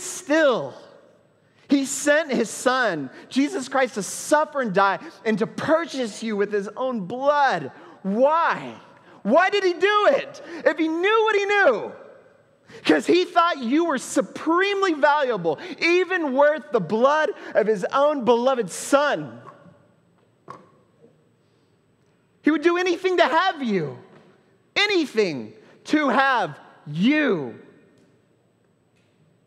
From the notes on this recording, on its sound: At Trinity Church, Puerto Rico.